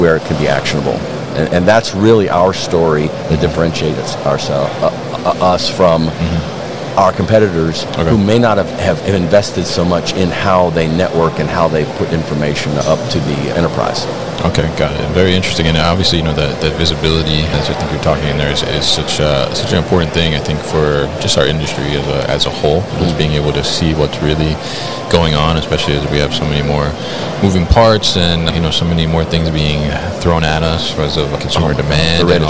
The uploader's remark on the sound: Siemens at MODEX 2022